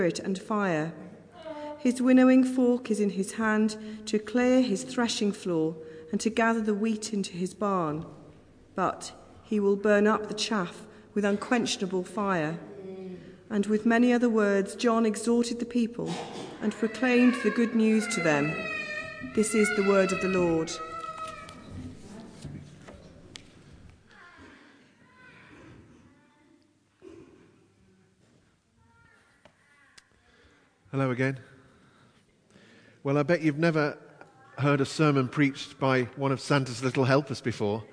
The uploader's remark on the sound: Christ Church, Bayston Hill (UK)